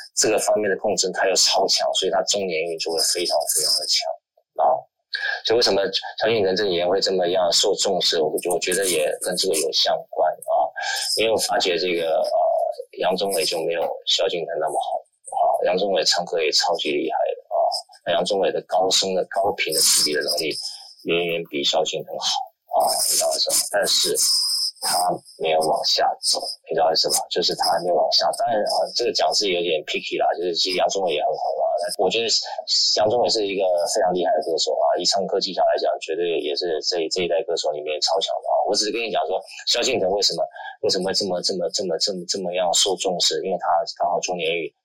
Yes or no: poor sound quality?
yes